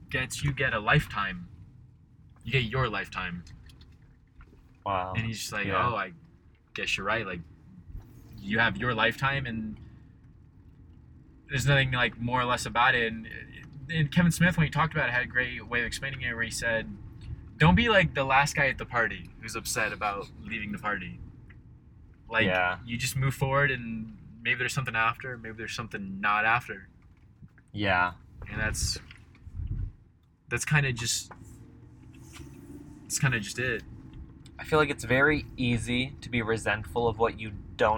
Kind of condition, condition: setting, inside a vehicle